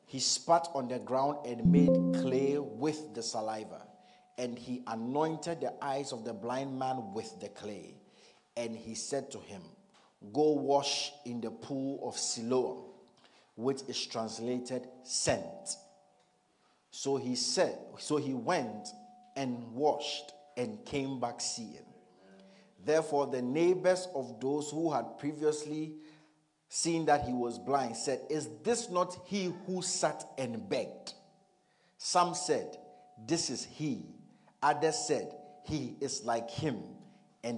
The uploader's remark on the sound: Message preached at ICGC Rehoboth Temple - Toronto